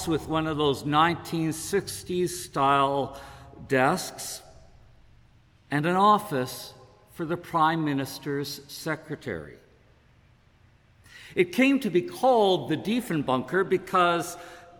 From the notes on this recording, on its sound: Preached at saint ben's on Sunday August 21, 2022. This podcast is created at saint benedict’s table , a congregation of the Anglican Church of Canada in Winnipeg.